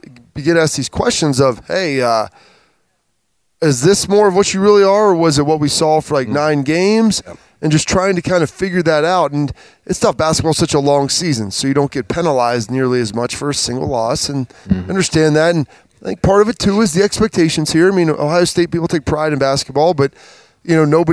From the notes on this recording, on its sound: Another edition of Lettermen Live at Roosters. As always, Lettermen Live is hosted by Roosters on Olentangy River Road in Columbus.